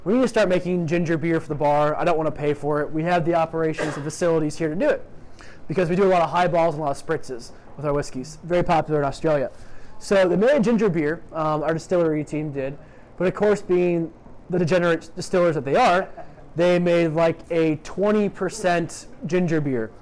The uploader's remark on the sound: Live from the world’s best whiskey bar, Delilah’s, I record a Drammers - Chicago whisky event.